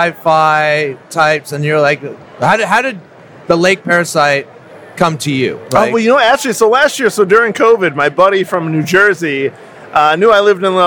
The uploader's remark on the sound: The Film played at Spooky Empire's film festival this year, and we had a small chat with him at our booth/studio.